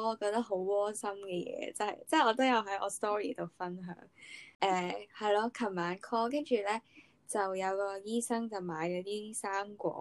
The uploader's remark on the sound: 知道音質/聲量仲係唔太好，下次會嘗試調整. Sound quality is still not optimal, will try again next time!